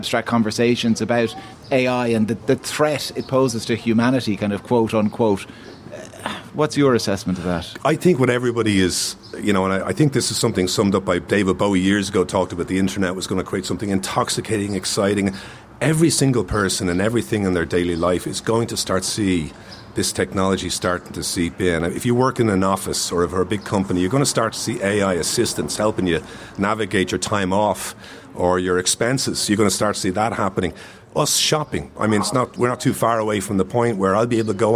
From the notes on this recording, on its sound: As the Dalkey Book Festival approaches. LIVE at The Queens Bar in Dalkey.